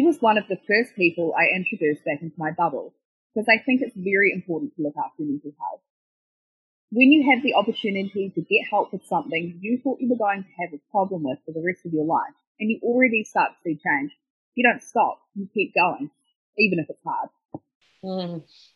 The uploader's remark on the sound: Her story is voiced by a student from the New Zealand Broadcasting School at Ara. This recoding was made over zoom during the current Covid-19 Delta Lockdown.